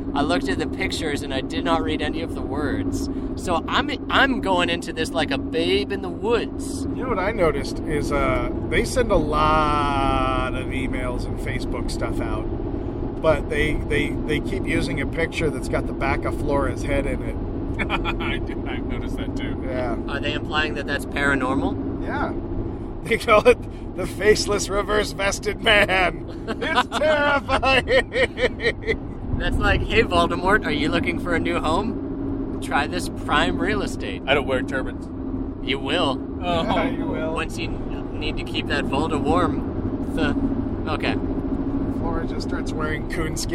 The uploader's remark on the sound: Jump in the car and find out on this mobile episode of the podcast!